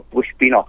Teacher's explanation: Es con acento prosódico con la O